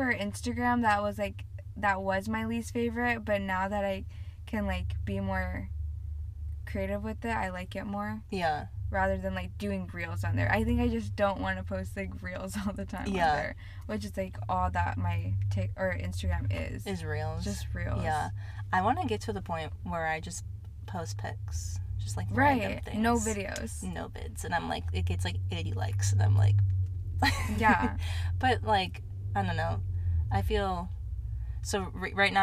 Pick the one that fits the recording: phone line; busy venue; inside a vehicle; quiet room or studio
inside a vehicle